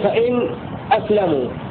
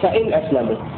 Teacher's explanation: فإن أسلموا السكت يكون فإن أسلموا، ترك السكت يكون فإن أسلموا، والسكت بدون تنفس ويكون بمقدار حركتين · Shown in: first take